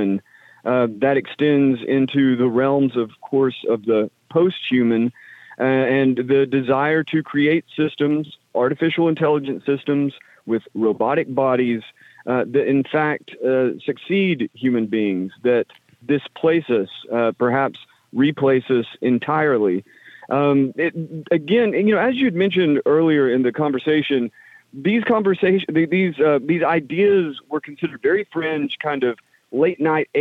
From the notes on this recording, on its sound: we take your calls in open phones across America.